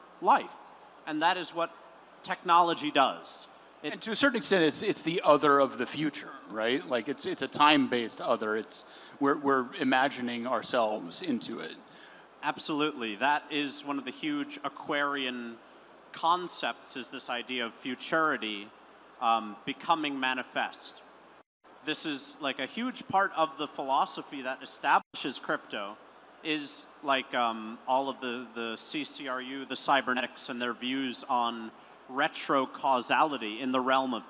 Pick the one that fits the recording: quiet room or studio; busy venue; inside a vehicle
busy venue